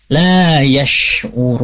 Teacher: kita bertemu dengan huruf sin, baru nampakkan suara atau anginnya lebih banyak ya